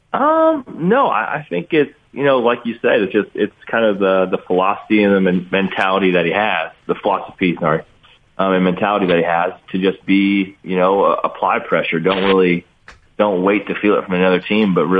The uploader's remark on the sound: Called in to chat.